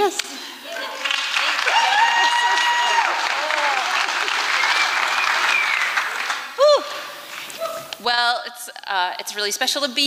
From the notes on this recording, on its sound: recorded at the Liberty Theatre on Friday, February 24th, 2023.